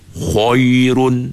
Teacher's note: Sebab tebal kha, tebal ra, terbawa-bawa tebal huruf ya.